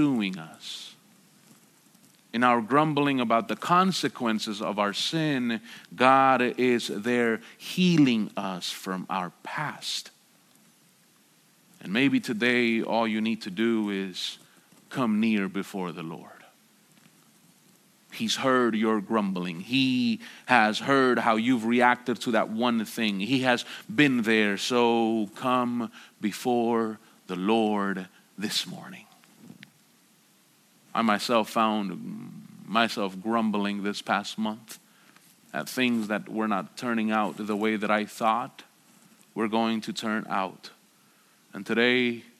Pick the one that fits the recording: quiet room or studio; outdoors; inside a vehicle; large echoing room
large echoing room